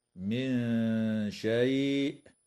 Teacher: وتخفى عند الشين مع الغنة مرققة في قوله تعالى من شيء